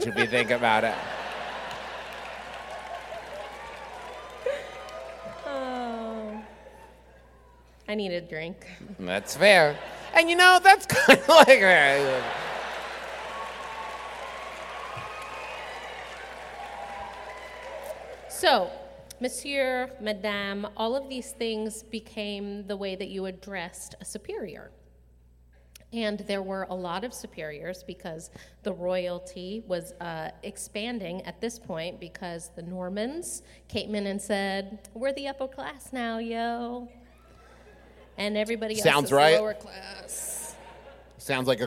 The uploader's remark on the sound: Sir and Ma'am (LIVE!). Our Birmingham LIVE SHOW.